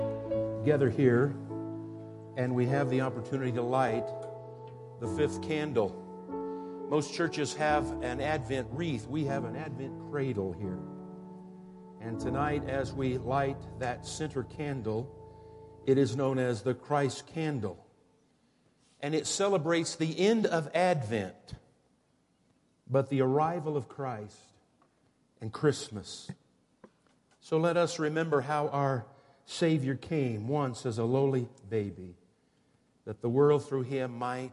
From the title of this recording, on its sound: Woodland Life Church Live